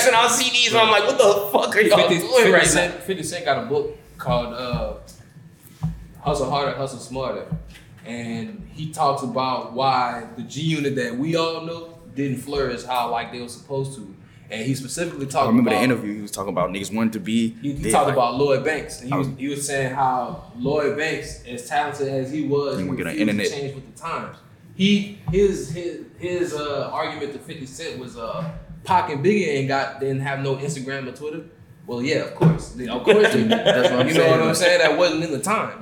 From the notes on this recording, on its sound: This week we're releasing the Panel part of BWT Live.